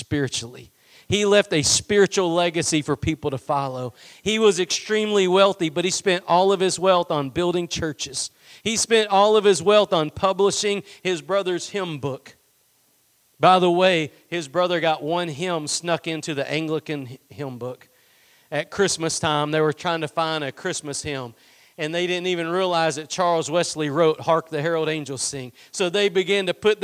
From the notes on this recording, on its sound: Preached at Gospel Lighthouse in Bossier City, La.